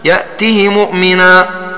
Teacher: والمراد بقصر الهاء في هذه الكلمات النطق بها مكسورة كسرا كاملا من غير إشباع: هكذا يأته مؤمنا.